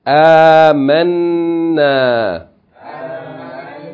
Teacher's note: Okay, it's a long vowel, short vowel, shadda and elongation. Shadda on the noon, elongating its fatha with alif.